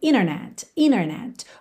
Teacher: quando a gente tem NT, a gente pode omitir o T e ligar no N